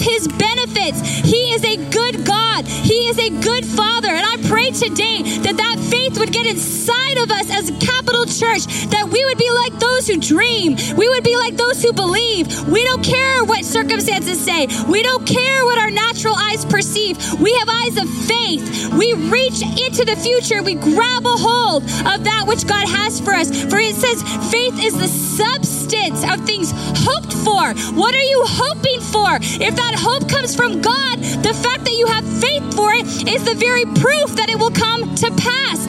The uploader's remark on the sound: Recorded live at Capital Church in Meridian, Idaho